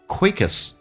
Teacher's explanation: 在美式发音那个 k 发成 g 这个发音要被浊化。两个元音中间所加的辅音要被浊化，叫 e, quickest.